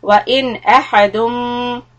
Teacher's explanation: wa'in is idhar. It is being followed by huruf halk, hamza. Wa'in ahadum, hold the mim, mushaddada, idgham bidghunna.